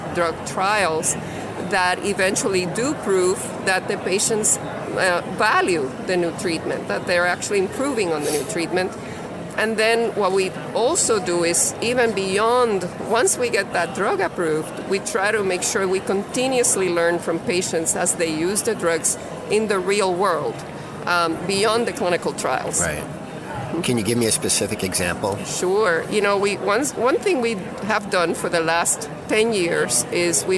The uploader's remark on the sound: Live at Pharma USA